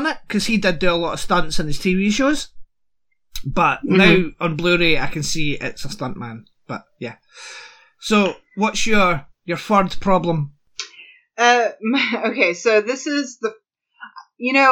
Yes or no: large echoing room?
no